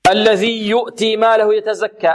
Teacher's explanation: الذي هنا رسمت بلام واحدة كما سبق والذال معجمة تخرج من طرف اللسان مع أطراف الثنايا العليا